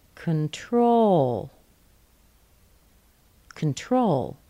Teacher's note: Don't say con, con is a schwa.